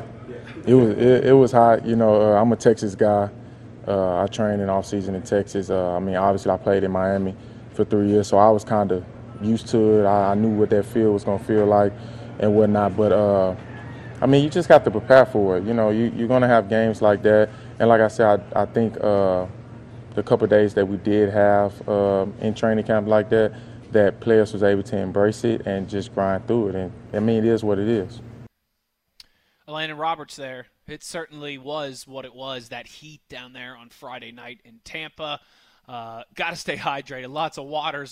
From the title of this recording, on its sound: Live from Steelers Camp Day